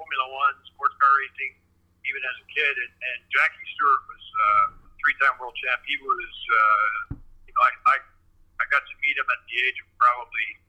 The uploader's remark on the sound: on the phone